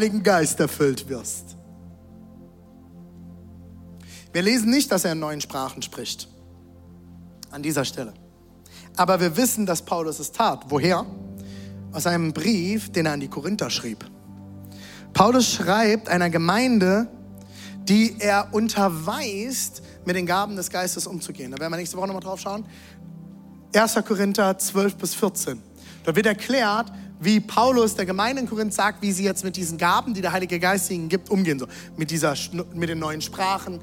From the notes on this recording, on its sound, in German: Audiomitschnitt der Predigt.